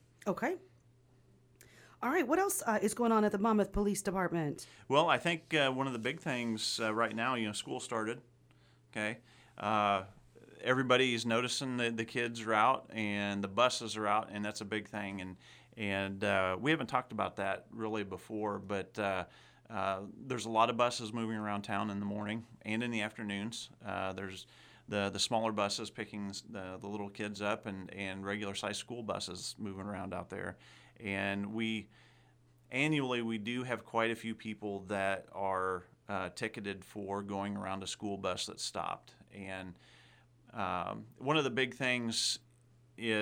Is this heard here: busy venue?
no